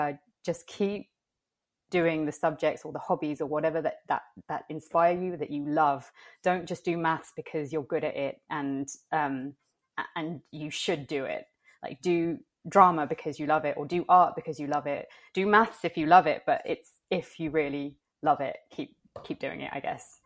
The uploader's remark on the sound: The audio in this episode was a tad bit messed up when it was downloading.